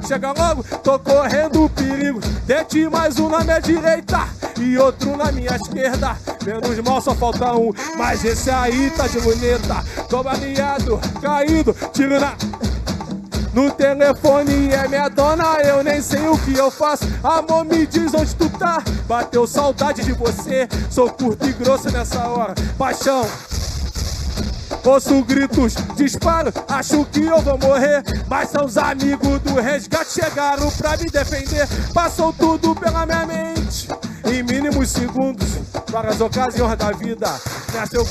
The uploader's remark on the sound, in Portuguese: Ao vivo na Roda de Funk. Live entre Amigos e Convidados.